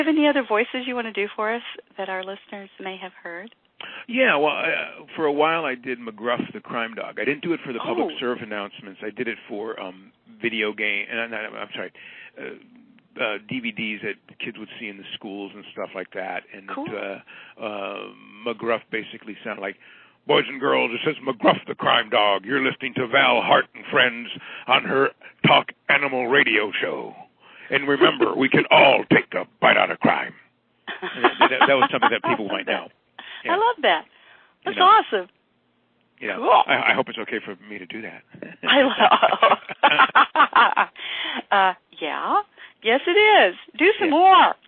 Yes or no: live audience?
no